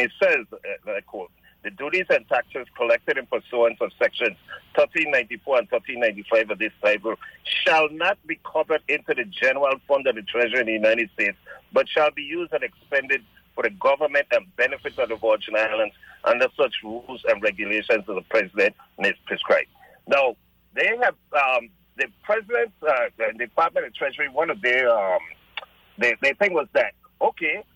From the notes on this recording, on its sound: on the phone